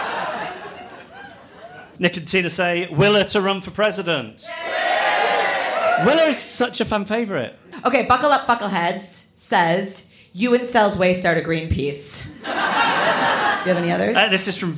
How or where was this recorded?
live audience